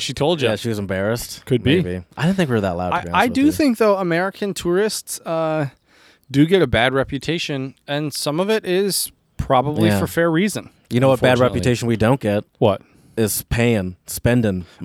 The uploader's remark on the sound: PORCH PODCAST. At his house doing a socially distant podcast outside on the porch.